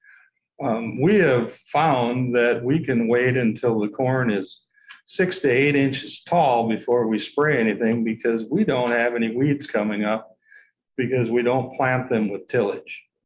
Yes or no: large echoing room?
no